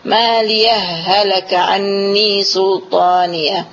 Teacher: waktu kita membacanya langsung, kita harus mengizharkan hak yang pertama itu.